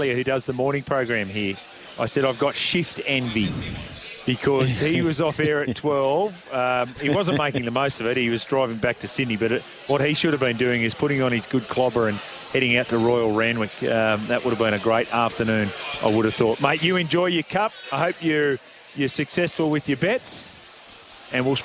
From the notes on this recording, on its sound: LIVE from the Fox in Auckland for Melbourne Cup Day